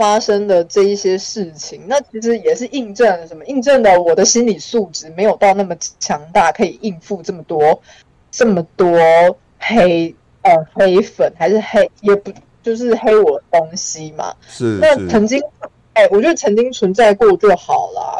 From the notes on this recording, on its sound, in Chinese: 本集節目音質很差，收聽前跟各位告知一下，其他集節目不會那麼差喔。